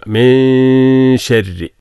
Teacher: നൂൻ ഉച്ചരിക്കുന്നത് പോലെ ഉച്ചരിക്കുകയും മൂക്കിലൂടെ ശബ്ദം ഒരു മൂളം മൂളക്കൽ പുറത്തേക്ക് വരികയും ചെയ്യുക. · Term: ഇഖ്ഫാ